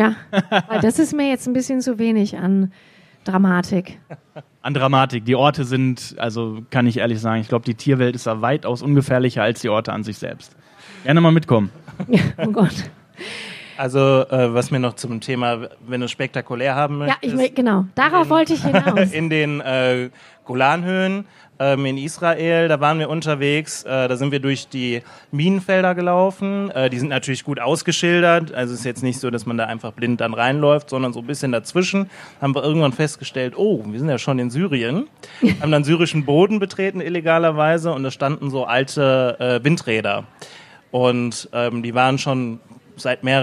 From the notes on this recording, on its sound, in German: Podcast auswärts - LIVE mit spannenden Gästen!